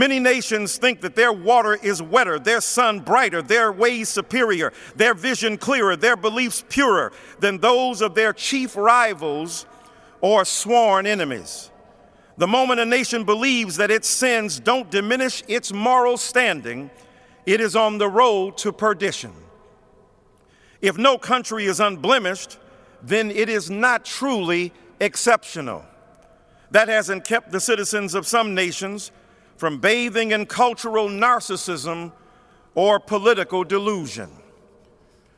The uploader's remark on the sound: preached at Washington National Cathedral